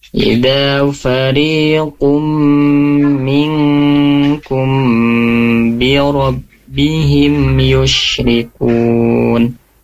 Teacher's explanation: Baik Ibu, untuk koreksinya di ayat 54 ya, tadi ada satu hukum yang terlewat ya, di kata minkum birabbihim, di kata kumnya tadi terlewat, harusnya ditahan dua harokat karena di sana ada mim sukun bertemu ba, itu hukumnya ikhfa syafawi. Nah, di sana ada hukum gunnahnya bunda ya, jadi harus ditahan dua harokat.